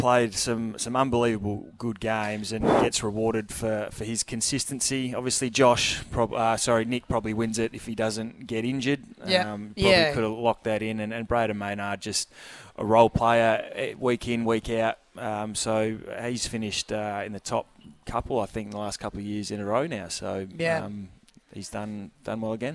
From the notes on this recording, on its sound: on location at Harbourtown this morning, doing an OB for Solitaire Automotive